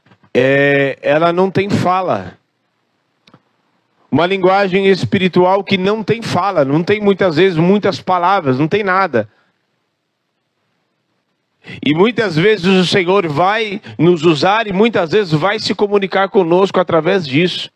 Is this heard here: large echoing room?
yes